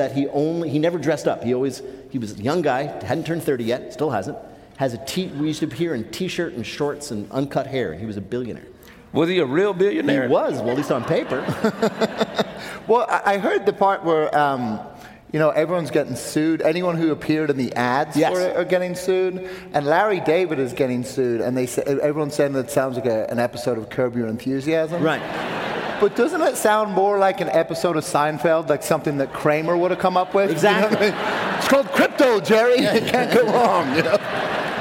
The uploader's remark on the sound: This week we come to you from the Palace Theatre in Louisville, Kentucky